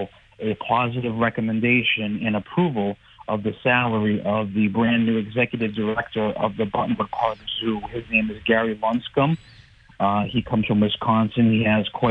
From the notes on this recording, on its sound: Calls in live from the council chambers following a subcommittee meeting.